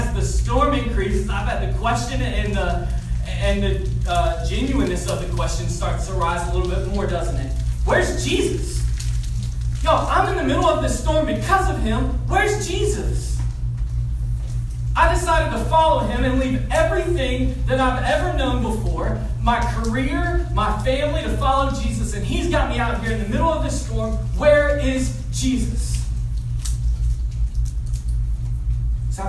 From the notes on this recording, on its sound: We had some technical difficulties and had to find an alternative way to record this week. You may need yoru volume all the way up for this recroding.